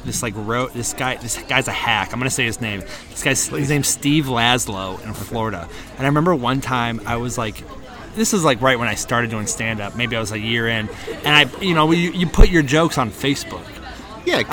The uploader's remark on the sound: Its another open air episode recorded in one shot at Village Pub & Beer Garden